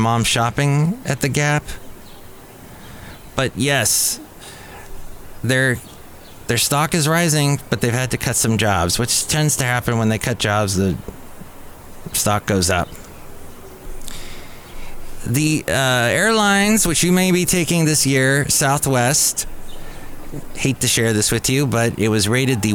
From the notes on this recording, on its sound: podcasts live from Cafe Anyway